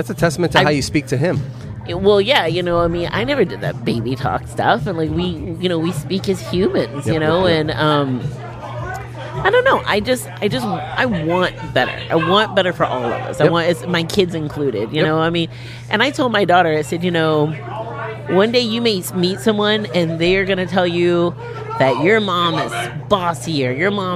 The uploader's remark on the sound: at the home for Wednesday night's open mic Casey's Woodshed in Tempe, AZ.